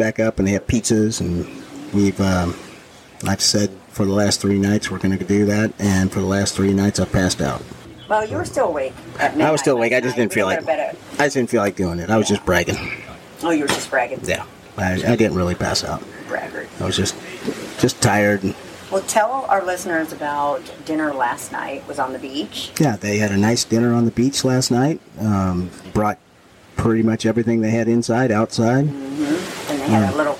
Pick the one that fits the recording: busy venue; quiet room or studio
busy venue